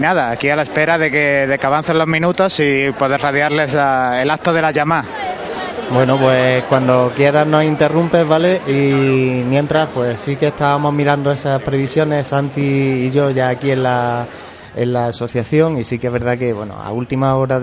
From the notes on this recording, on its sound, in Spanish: Conexión en directo con el Acto de las Espigas de la Cofradía de la Estrella. Chicotá del Paso de Misterio al final de la calle Rastro. Cruz de Guía en Plaza de San Ildefonso con una hora de adelanto, el Palio comienza a andar por Ramón y Cajal.